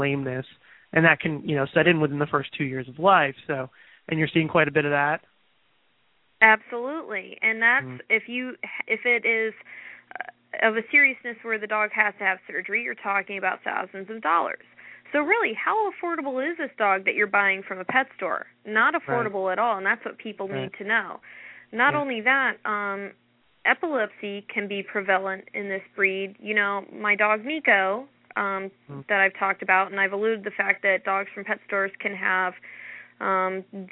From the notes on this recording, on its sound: takes your calls live